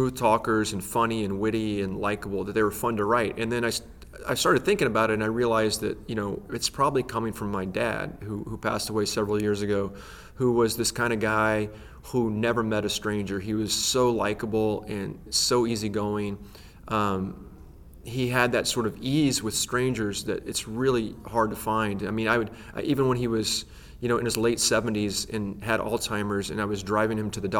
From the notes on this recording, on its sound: at the ALA Annual conference in New Orleans